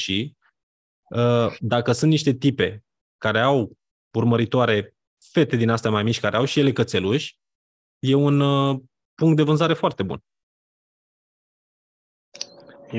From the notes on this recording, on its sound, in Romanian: Conferinta Zoom Saptamanala EcomSchool.